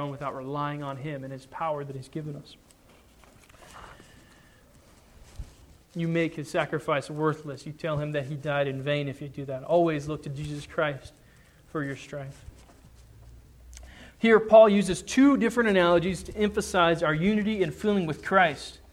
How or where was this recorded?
large echoing room